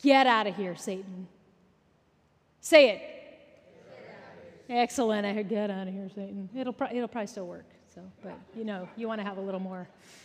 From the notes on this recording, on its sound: Recorded at our Sunday Gathering in Port Orchard WA, on August 27, 2023.